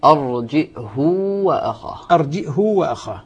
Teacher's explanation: فهشام يقرأ بالهمز ويقرأ أيضا بصلة الهاء وإشباعها